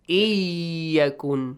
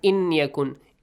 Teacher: Merge the noon sound to the ya, extension of two beats, and nasal sound. · Shown in: first take · Iyakun. Not inyakun.